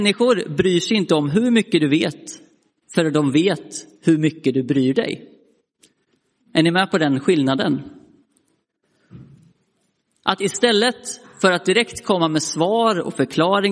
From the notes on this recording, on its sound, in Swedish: Inspelad i Roseniuskyrkan den 11 juni 2023.